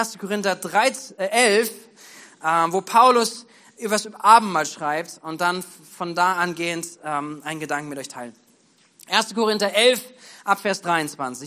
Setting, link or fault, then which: setting, large echoing room